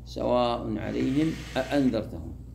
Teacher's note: فتقرأ بتحقيق الهمزة الأولى وتحقيق الهمزة الثانية